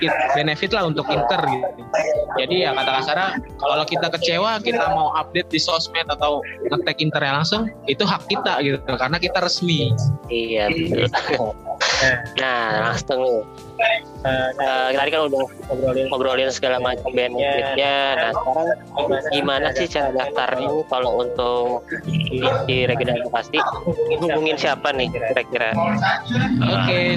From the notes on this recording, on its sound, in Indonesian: maaf untuk audio yg kurang jelas karena banyak noise dan feedback (baru pertama kali take pake zoom)